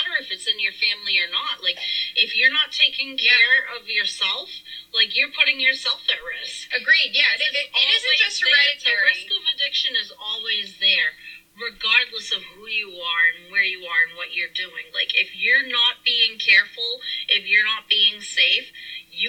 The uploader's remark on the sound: Apologies on the audio, we had to record this in the car to get away from the children!